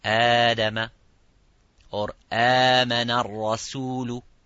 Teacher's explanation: So the mad al-badal is just two haraka.